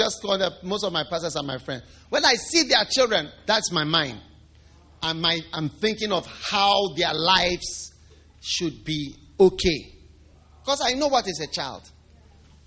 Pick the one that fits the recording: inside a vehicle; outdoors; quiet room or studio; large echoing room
large echoing room